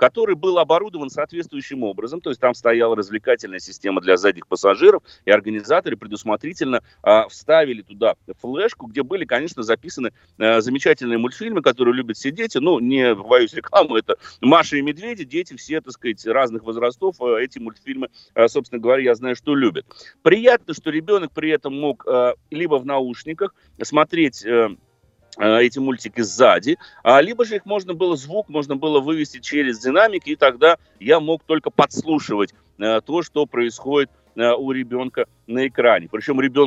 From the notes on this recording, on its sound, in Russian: В студии Маяка. За 4000 километров от нас по телефону.